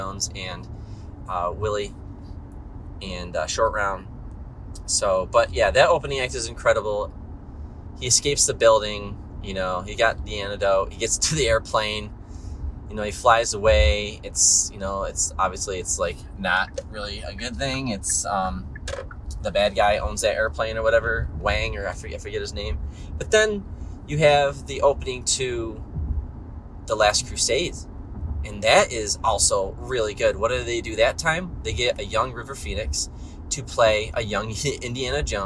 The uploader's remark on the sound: I recorded this one in the car.